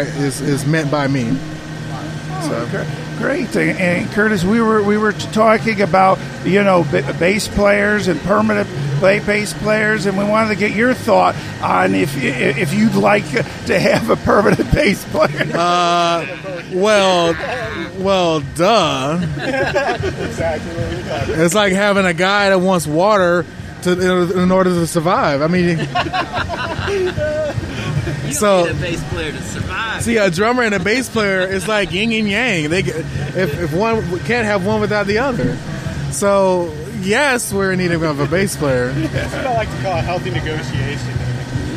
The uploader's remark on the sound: Today as we broadcast from The Sanford Music Festival in Sanford, Florida